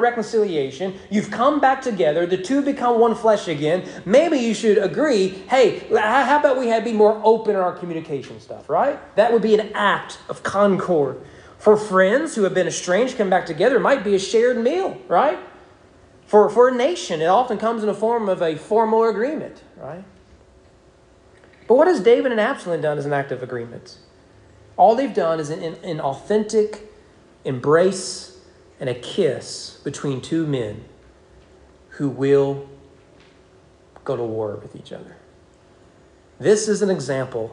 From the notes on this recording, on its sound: Sermon preached at East Frankfort Baptist Church on August 7, 2022 during morning worship.